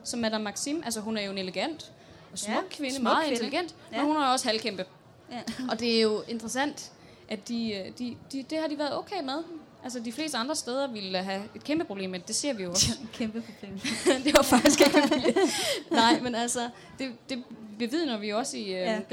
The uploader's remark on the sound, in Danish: Liveshow fra Harry Potter Festival i Odense